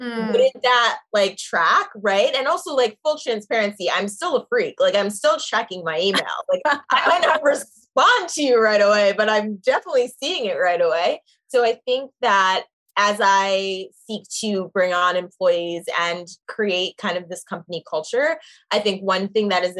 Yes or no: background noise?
no